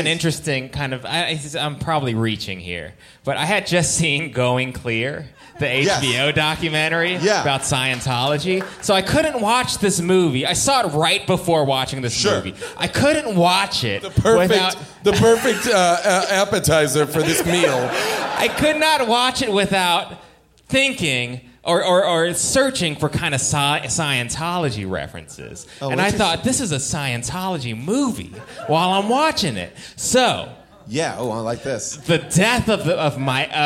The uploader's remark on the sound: Face/Off LIVE! LIVE from Largo in Los Angeles.